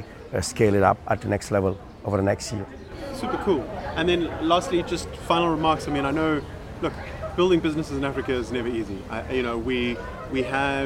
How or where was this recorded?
busy venue